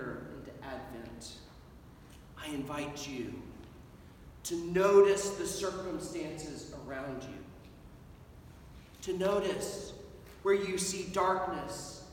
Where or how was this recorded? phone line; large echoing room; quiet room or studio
large echoing room